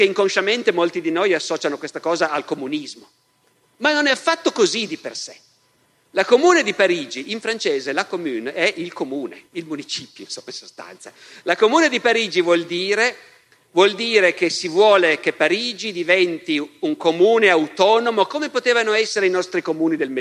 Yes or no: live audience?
yes